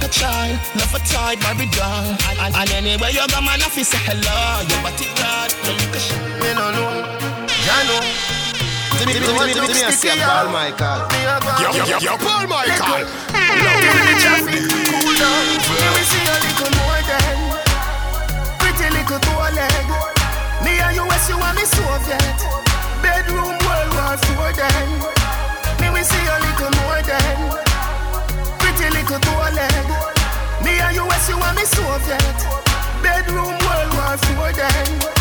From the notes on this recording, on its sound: Live party audio with 100% reggae and dancehall and 100% music with ZERO TALKING!